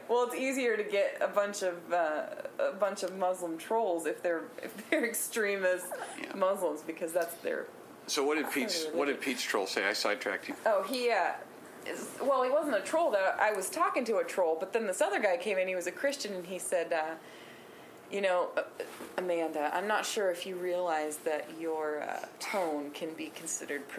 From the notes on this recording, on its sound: There are some clicks, pops, and other technical issues with the recording because the producer is an amateurish hack who lacks even basic recording skills.